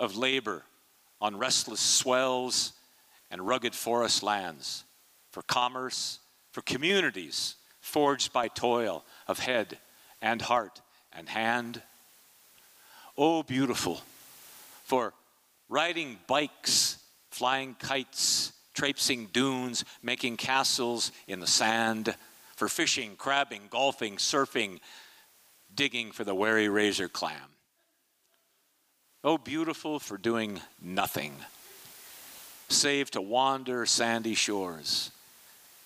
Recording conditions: live audience